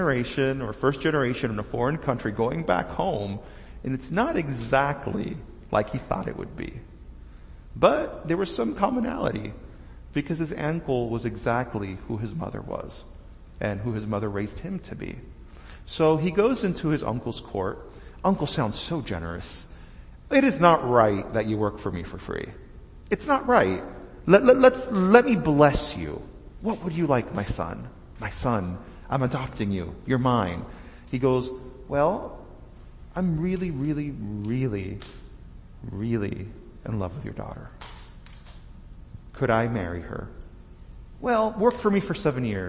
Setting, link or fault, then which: setting, large echoing room